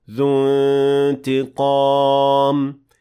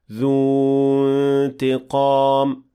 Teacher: we will not extend because of التقاء الساكنين. So it will be completely dropped · Shown in: first take · and we will say ذو انتقام، not ذو انتقام.